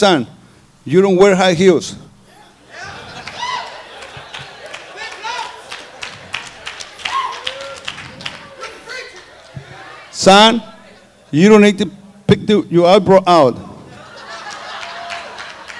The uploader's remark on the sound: This is the tenth sermon preached at our Harvest Time Conference.